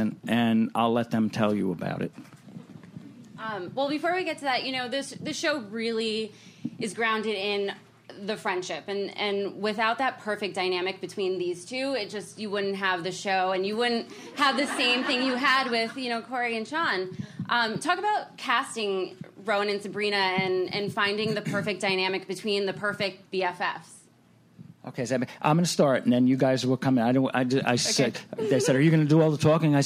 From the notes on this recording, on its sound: Recorded at ATX Television Fest in June 2015.